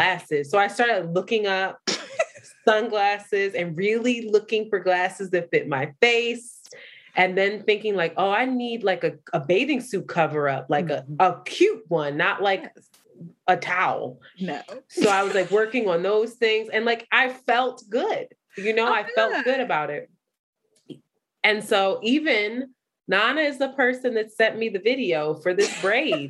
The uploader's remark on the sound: Technology hated on us again and we had to use zoom audio